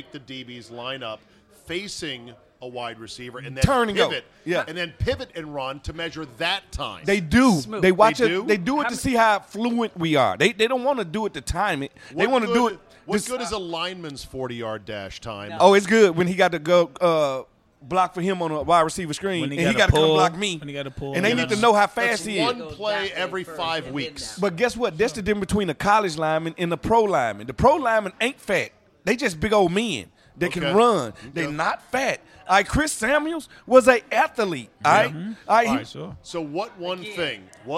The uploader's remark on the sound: RECORDED LIVE at DC PRIME STEAKS in Ashburn VA.